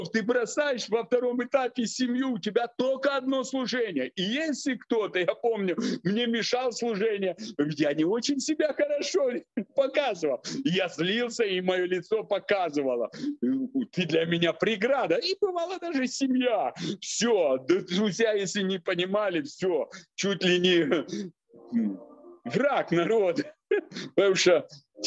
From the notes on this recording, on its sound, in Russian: Zoom-встреча с командой